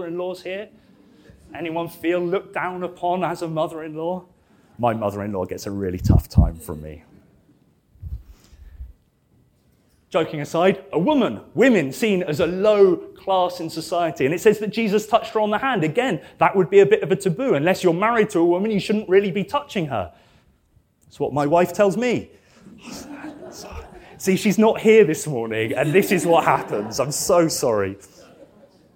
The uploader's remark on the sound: This sermon was preached at Welcome Baptist Church